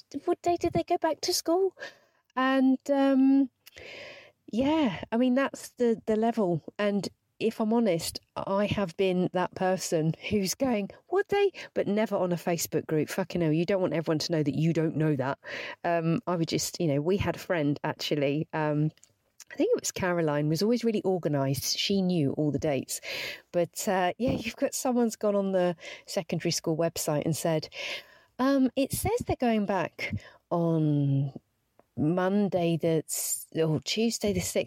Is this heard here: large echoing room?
no